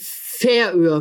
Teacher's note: Die korrekte Aussprache ist die Färöer. Betonung auf der ersten Silbe.